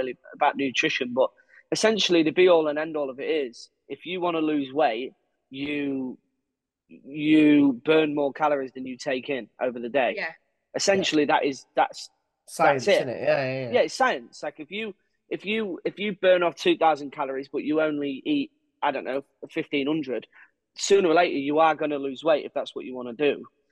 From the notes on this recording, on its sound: We sit down over zoom.